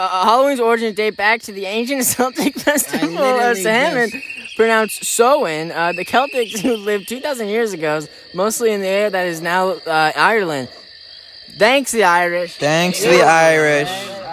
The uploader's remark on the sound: With exciting background noises